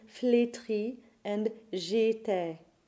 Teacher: An accent aigu, the acute accent, will close it to the lowercase e, phonetically, as it does in flétri and j'étais. · IPA: [e]